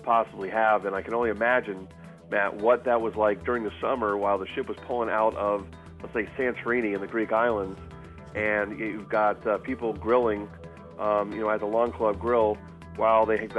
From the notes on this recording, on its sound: We are broadcasting aboard Royal Caribbean's Allure of the Seas for the 2011 national conference.